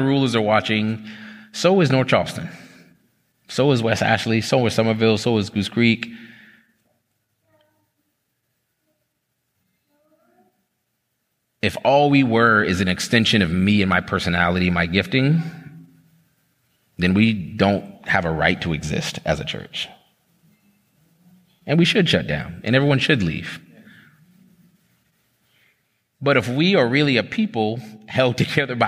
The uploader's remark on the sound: This is an excerpt from a TownHall Q&A.